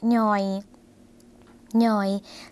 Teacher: หน่อยเสียงสั้นนะคะพอเสียงสั้นคุณผู้ชมคะเป็นเสียงขึ้นจมูกค่ะ